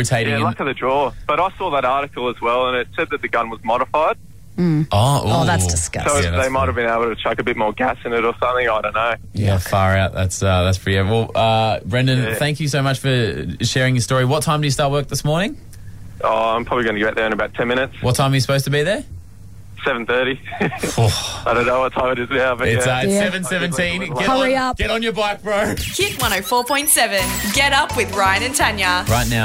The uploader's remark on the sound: Phones another florist.